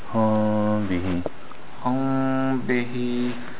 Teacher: you wanna make the meme elongated but not press the lips. · Term: ikhfa shafawi